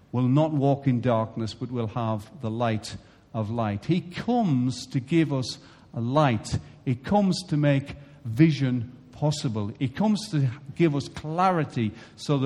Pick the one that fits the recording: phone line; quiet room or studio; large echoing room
large echoing room